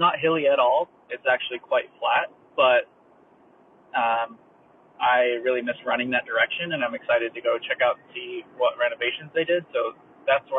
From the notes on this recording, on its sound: shouldn't do voice notes while driving anymore-(sorry about the audio quality)